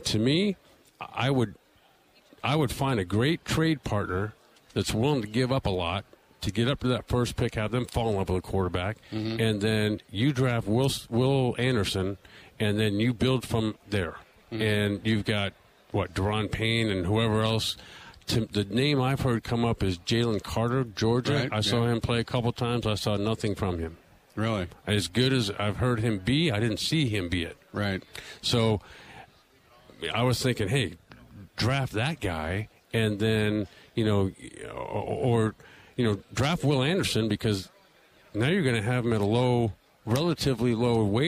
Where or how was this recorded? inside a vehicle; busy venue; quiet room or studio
busy venue